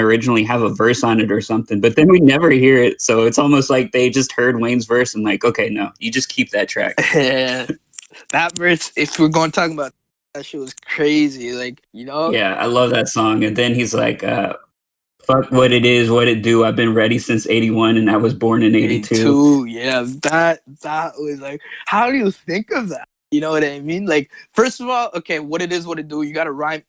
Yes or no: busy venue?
no